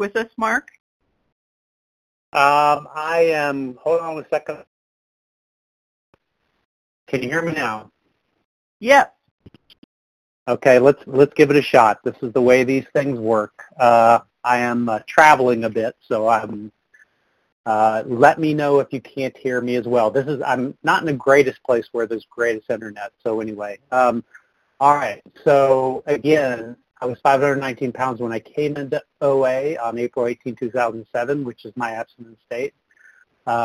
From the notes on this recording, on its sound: 100 Pounders Phone Meeting